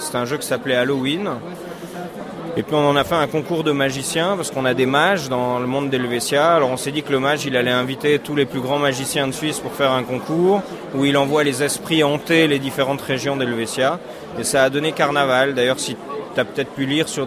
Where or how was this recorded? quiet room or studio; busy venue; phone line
busy venue